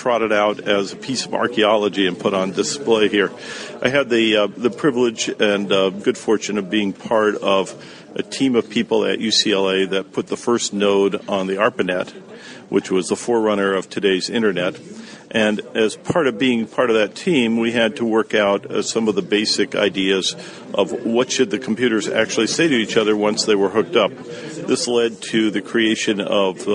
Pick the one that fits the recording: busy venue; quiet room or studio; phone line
busy venue